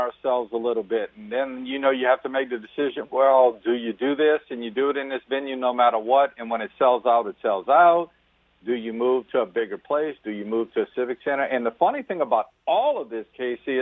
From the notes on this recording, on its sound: go to the phone lines